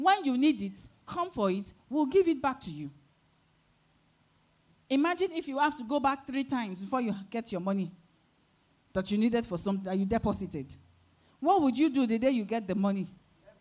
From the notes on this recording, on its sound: Sunday Service Held at Royal Grace Chapel, Lagos, Nigeria.